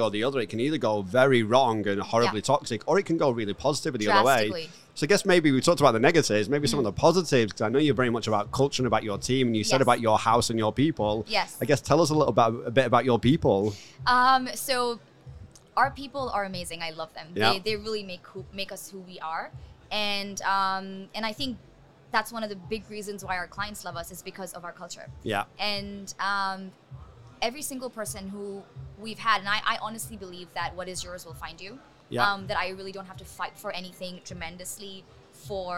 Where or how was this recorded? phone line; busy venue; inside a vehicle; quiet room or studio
busy venue